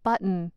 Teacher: When we pronounce this word, we sometimes swallow the T's and pronounce it button